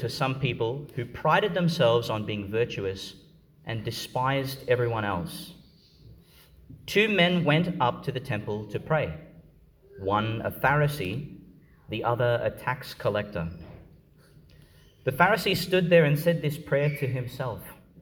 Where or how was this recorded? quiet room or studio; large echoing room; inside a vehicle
large echoing room